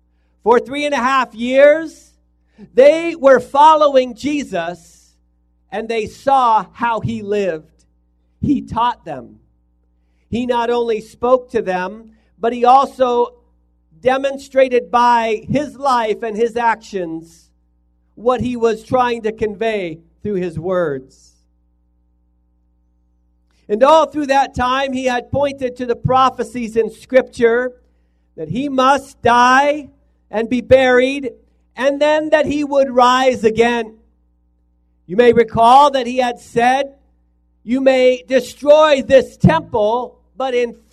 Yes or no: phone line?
no